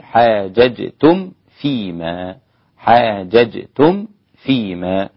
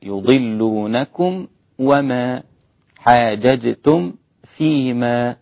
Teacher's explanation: لازم أظهر الميم السكنة في الفاء أو الواو